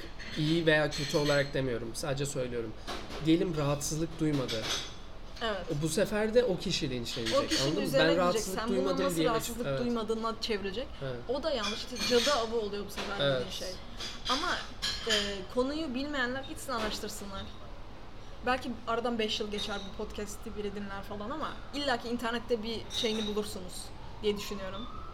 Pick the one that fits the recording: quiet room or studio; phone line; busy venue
busy venue